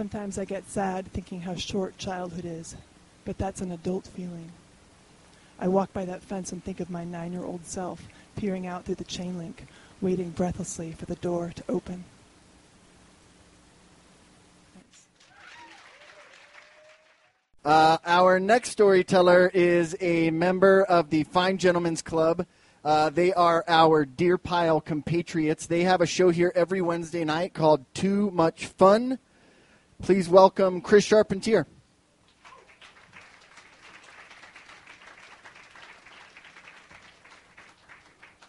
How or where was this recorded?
busy venue